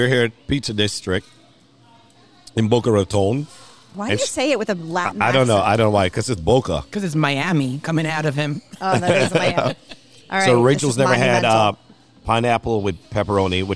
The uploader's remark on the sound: Recorded at Pizza District.